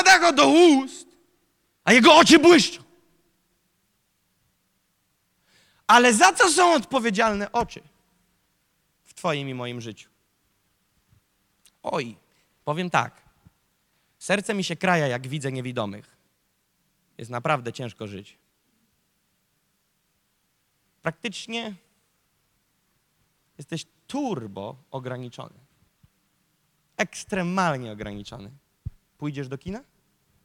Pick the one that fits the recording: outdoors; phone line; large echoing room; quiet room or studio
large echoing room